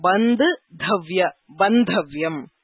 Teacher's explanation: तकारस्य स्थाने धकारः भवति